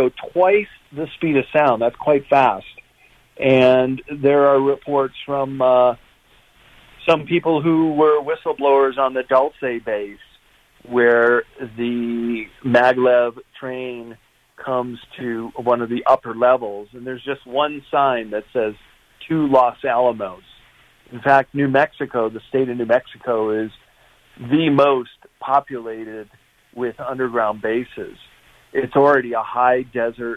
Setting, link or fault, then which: link, phone line